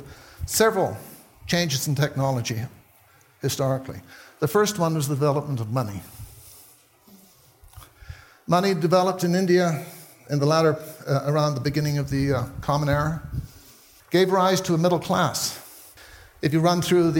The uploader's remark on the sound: taken from the Buddhist Geeks Conference in 2012